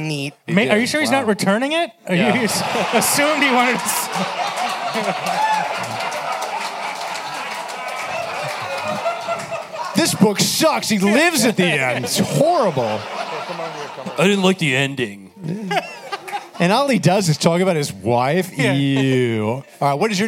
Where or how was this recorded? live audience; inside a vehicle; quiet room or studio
live audience